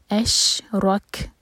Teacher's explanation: رو heavy, رو پر فتح ہے، منہ بھر کر پڑھیں گے، اور کیف پر سکون، تو کیف پر ہمز، سانس جاری رکھیں گے، روک.